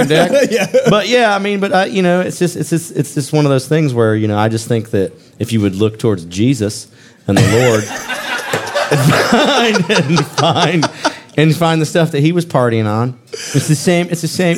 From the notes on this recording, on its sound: Live from Uncle Pearle’s Tavern in front of a real live audience, down in the basement of the Buford Variety Theater, in Buford, Georgia.